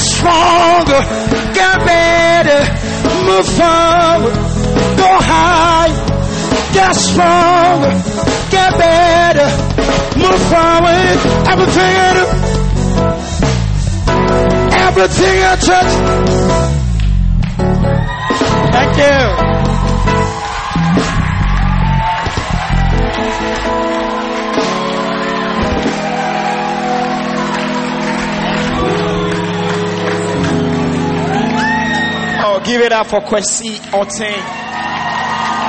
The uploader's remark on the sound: Live Concert at the Wisdom Impartation Service